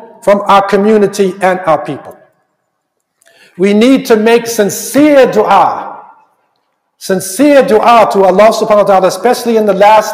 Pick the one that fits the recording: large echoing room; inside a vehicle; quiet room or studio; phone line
large echoing room